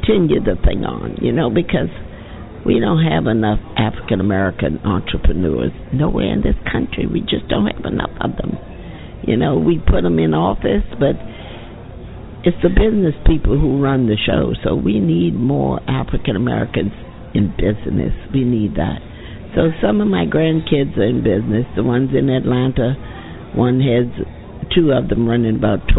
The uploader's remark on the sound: Other stops on this audio trip include a tour through Treme and a visit to the famed Carosel bar in the Hotel Monteleone.